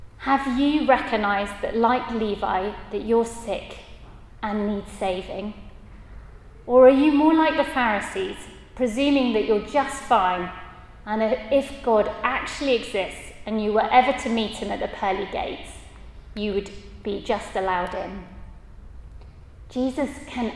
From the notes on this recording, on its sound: at a Christians in Parliament Chapel St Mary's Undercroft on 17th October 2023.